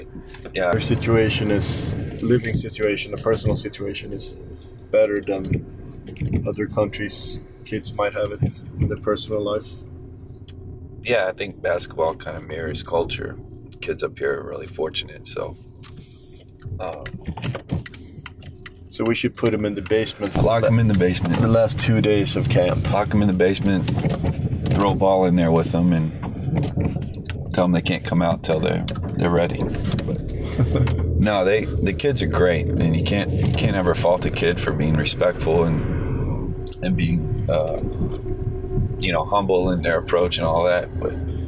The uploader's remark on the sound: Excuse the sound quality, we have a little bit of learning to do when it comes to car podcasts.